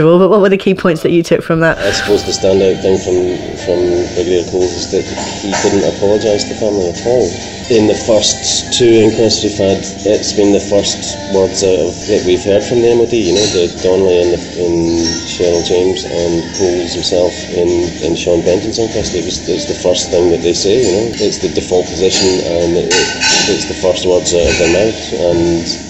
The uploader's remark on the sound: in a cafe near court this week, hence the background noise